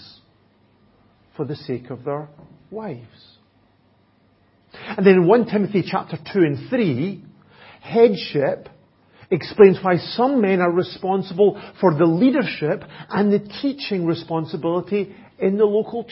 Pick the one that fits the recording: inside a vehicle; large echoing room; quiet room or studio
large echoing room